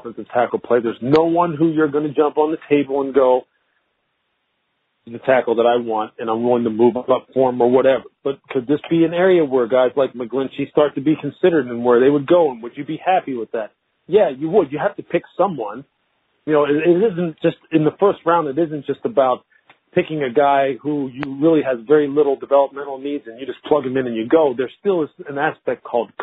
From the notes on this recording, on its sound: NFL Draft media conference call.